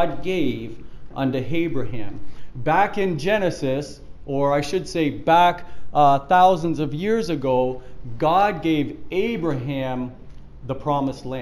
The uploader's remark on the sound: Preached at the Church at Brimley